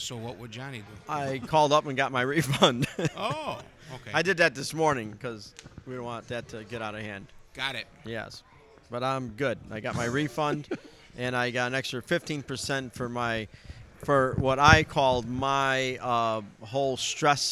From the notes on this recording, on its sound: recorded in Mason City Iowa while the guys were participating in the Pyrotechnics Guild International’s “Thunder and Fire” at the North Iowa Events Center